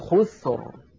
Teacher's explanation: طيب إذا كان مضموم الآية التي بعدها إن الإنسان لفي خسر، لاحظوا كلمة خسر، الراء ساكنة، قبلها ساكن، وقبله مضموم وهو الخاء، إذن أيضا نفخمها